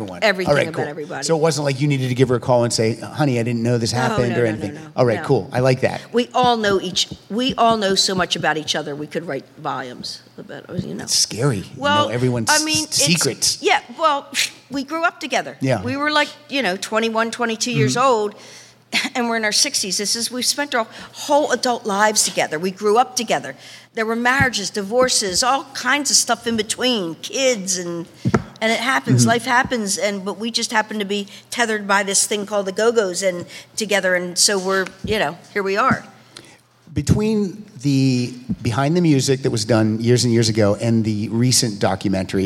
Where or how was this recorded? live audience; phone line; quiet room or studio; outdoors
live audience